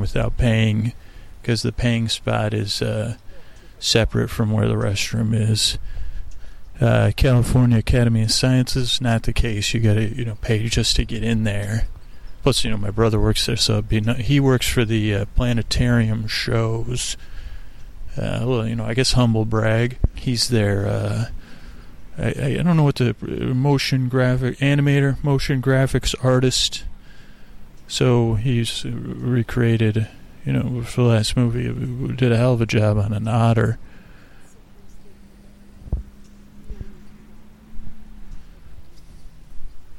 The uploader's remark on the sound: On Location at Golden Gate Park. As we crawl across the park meandering from one place to another live on dullcation.